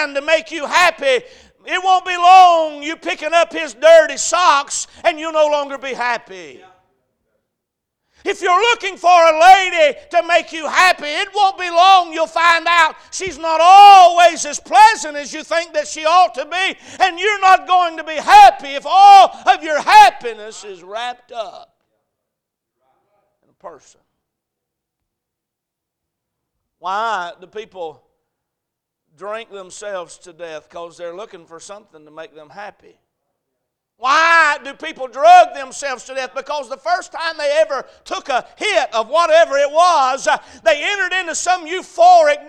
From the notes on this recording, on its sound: A message preached at Crossroads Baptist Church.